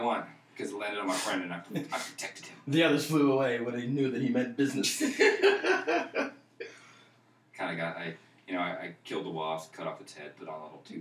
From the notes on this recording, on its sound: Mics not so much.